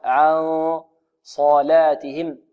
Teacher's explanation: اللام مرققة، اللام مرققة، والتاء والهاء مرققة كذلك، ليس عندنا مفخم في هذه كلمة إلا الصاد